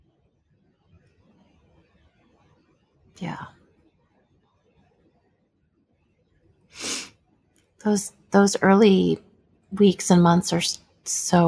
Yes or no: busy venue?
no